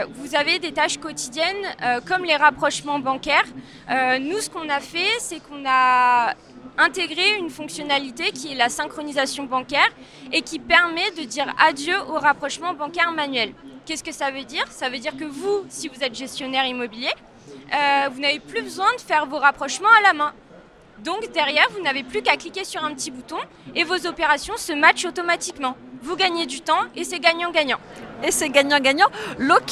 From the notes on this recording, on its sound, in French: Cet épisode a été enregistré en live du RENT.